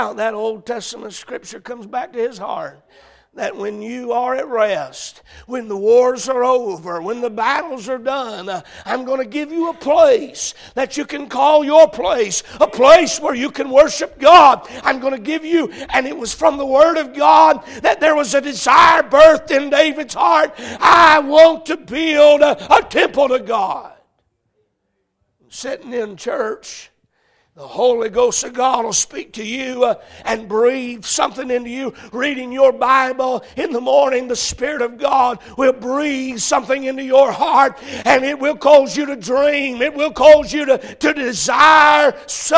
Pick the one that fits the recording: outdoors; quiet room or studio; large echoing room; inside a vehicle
large echoing room